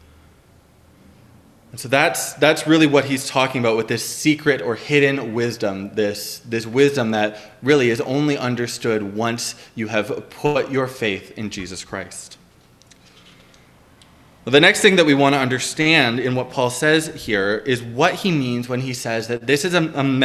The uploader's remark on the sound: Preached on October 17, 2021 at Liberty Grace Church